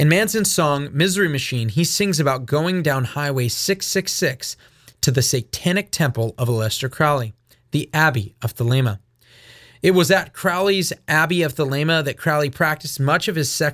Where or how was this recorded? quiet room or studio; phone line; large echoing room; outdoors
quiet room or studio